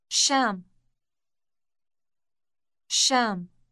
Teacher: The sh sound at the beginning is rather long.